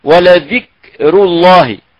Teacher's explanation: والكاف الساكن المهموسة هو جريان النفس · Term: الهمس